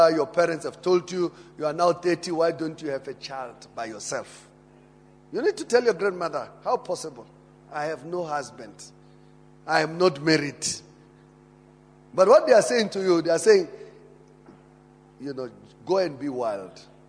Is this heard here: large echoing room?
yes